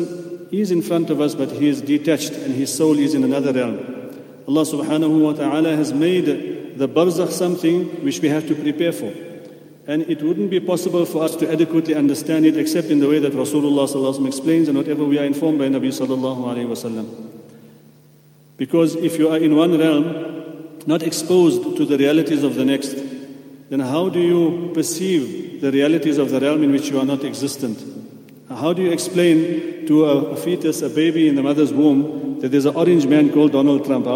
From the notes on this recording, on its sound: at the Houghton Masjid (West Street)